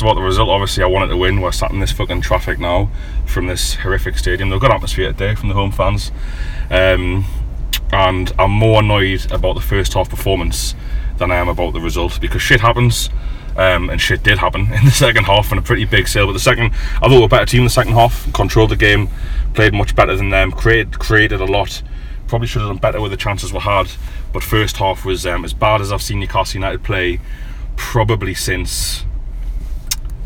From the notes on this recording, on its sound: Join you from a car park outside of Hillsborough.